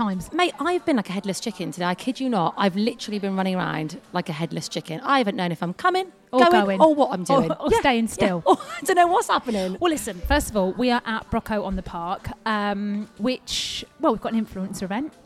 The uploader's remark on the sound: On this bonus episode we are live from Brocco on the park!